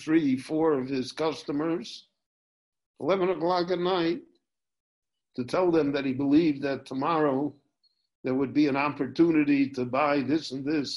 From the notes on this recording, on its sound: This lecture on Pirkei Avot- Ethics of the Fathers was recorded LIVE via Zoom in Jerusalem on August 9, 2020.